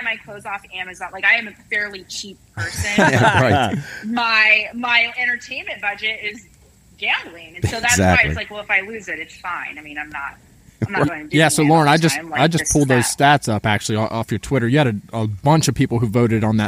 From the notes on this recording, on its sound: On the phone from the great state of Texas